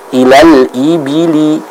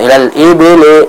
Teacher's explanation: Nah, ini kurang tepat Ibu ya. Jadi kasrah itu tidak boleh dibaca dengan logat E, tapi harus dibaca dengan I.